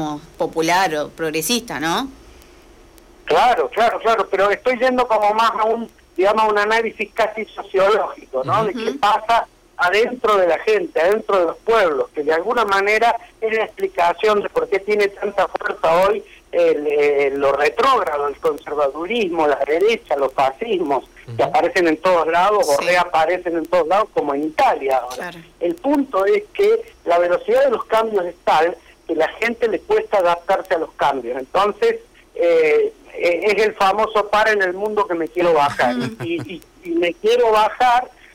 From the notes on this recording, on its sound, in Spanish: En entrevista telefónica